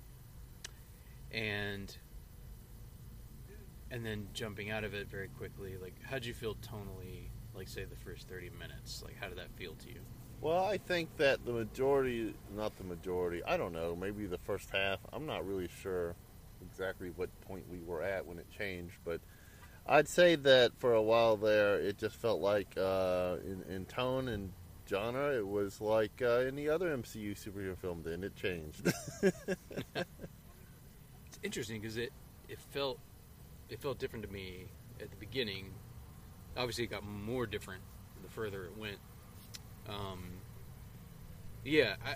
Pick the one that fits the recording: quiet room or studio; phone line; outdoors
outdoors